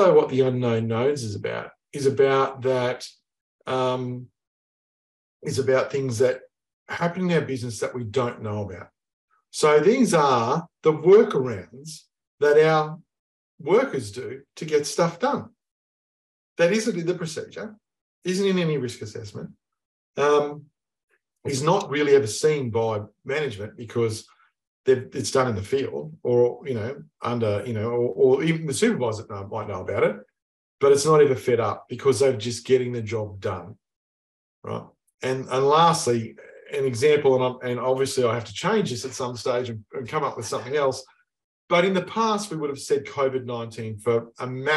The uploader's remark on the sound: In this webinar